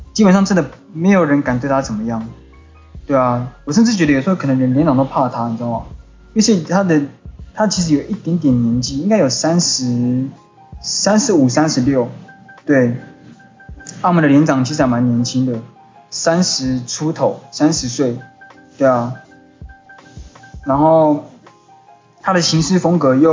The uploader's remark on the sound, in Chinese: 在洗車場旁：錄音環境問題。今天講講一下自己的錄音狀況。